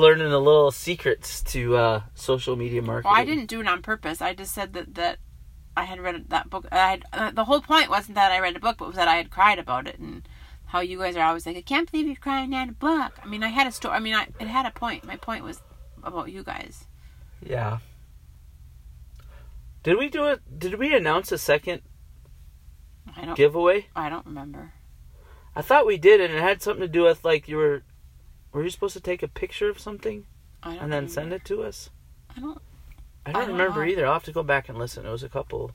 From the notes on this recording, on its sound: This episode was recorded live in our truck.